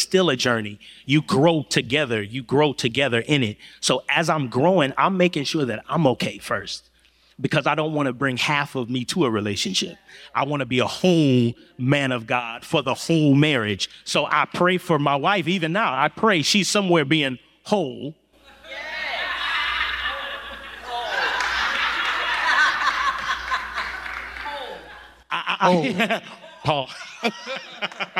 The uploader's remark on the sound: In this special live episode. Q&A from the audience.